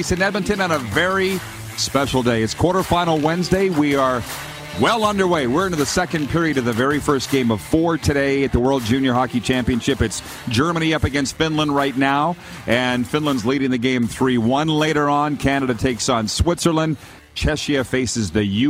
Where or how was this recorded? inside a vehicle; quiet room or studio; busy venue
busy venue